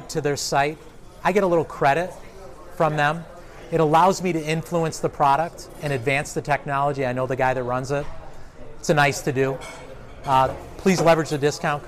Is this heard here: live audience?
yes